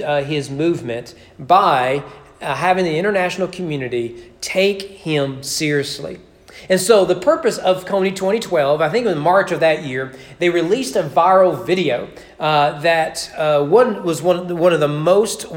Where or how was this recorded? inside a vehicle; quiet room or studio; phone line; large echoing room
large echoing room